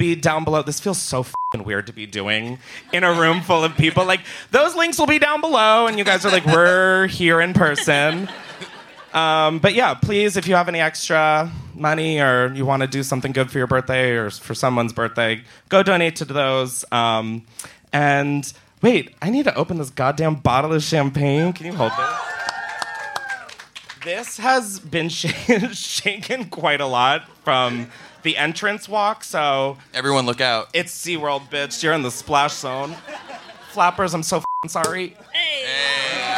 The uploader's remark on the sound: Live from Los Angeles. Live from the Flappers Comedy Club in Burbank, California.